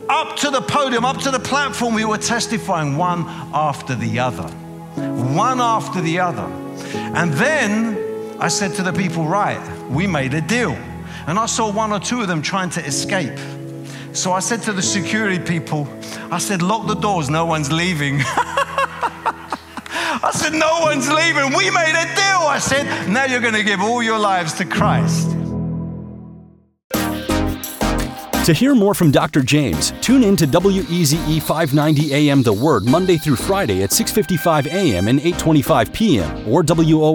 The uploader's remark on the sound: preaching at a CCF Ministries in Lowell